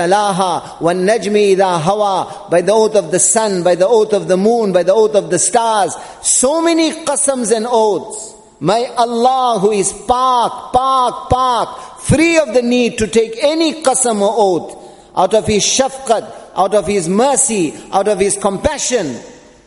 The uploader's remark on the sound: Jumuah Lecture at Masjid Al Hilal